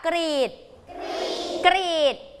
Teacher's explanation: รอเรือตัวนี้เด็กๆอย่าลืมรัวลิ้นด้วยนะคะ